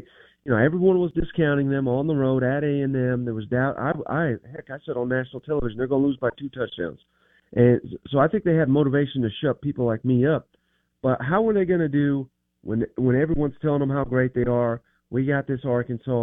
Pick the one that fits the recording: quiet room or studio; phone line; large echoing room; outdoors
phone line